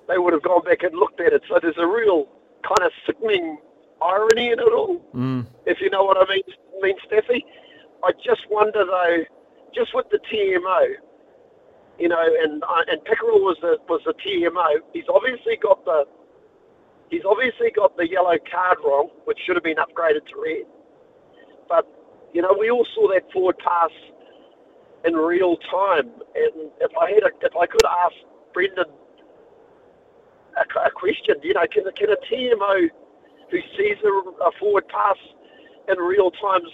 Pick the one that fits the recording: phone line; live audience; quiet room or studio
phone line